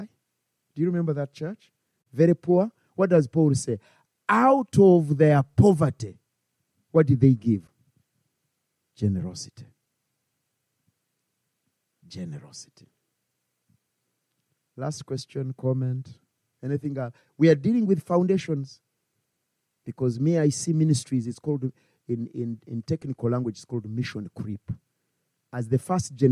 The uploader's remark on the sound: Recorded on Saturday 5 November 2022 at Christ Church Winchester.